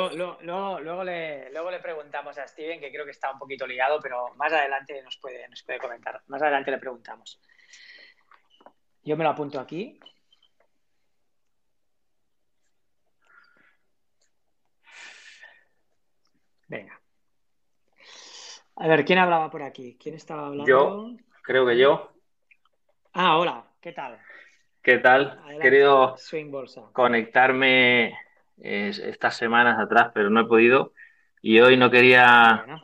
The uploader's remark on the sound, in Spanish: Disculpas porque la parte final (a partir de 1h26min aprox) se deja de escuchar mi voz... Ha habido un problema con el audio. Aunque no se escucha mi interacción con él.